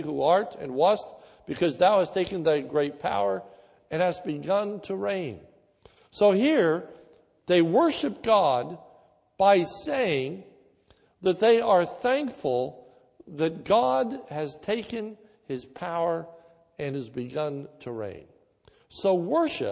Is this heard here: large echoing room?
yes